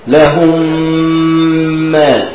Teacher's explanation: لهم اخرها ميم ساكن، ما اولها ميم متحرك، هضغم الميم هنا في الميم هنا واثبت الغنه · Term: إدغام مثلين صغير